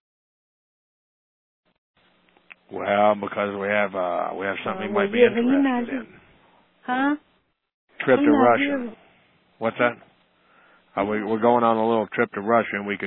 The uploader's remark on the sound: Personal Prank Phone Calls Collection